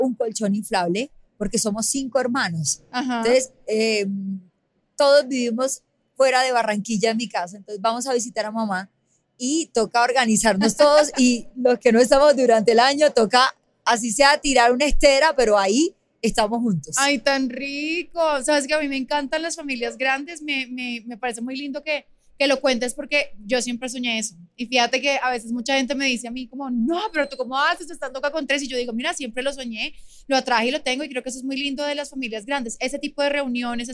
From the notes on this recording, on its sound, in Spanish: Grabado en vivo desde el centro comercial Plaza de Las Américas.